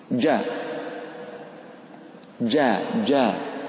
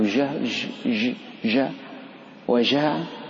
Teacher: النفس فيه قليل لا يجري فيه النفس · Shown in: first take · جاء. فإن جرى فيه النفس أو الصوت كما يفعله بعض الناس يجعله جاء جاء ج ج وجاء، هذا ليس بمجهور، حرف الجهر قوي.